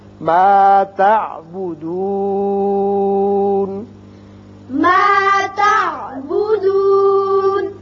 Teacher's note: جب آپ وقف کریں گے اس وقت نون ساکن ہو جائے گا، تو یہاں مد عارض للسکون یعنی یہاں مد وقفی ہوگا، تو دون کو آپ کھینچ سکتے ہیں، ایک دو تین الف تک آپ کھینچ سکتے ہیں.